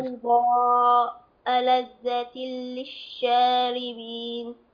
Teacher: مد بيضاء هنا مد واجب متصل